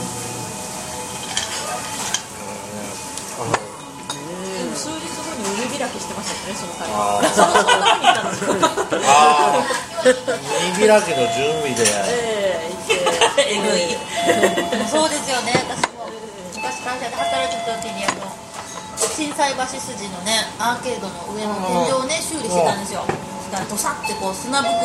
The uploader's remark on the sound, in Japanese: 三十路と四十路のまったり人生訓トークin日高屋。まったり大人呑みトーク。雑音混じり。